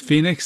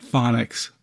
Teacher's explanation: Change the first O sound to a short O and you get phonics.